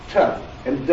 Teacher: There are alveolar sounds. That's where I put my tongue against the tip or the very ridge of the teeth. T and d are examples of alveolar sounds.